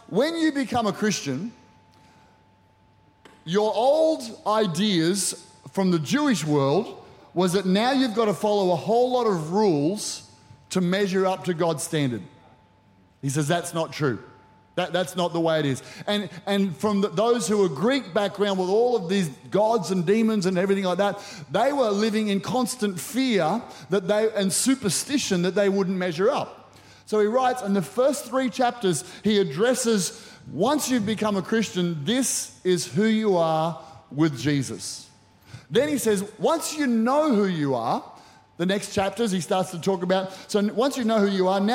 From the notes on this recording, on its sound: Recorded during our 5pm service on Sunday, the 6th of August 2023.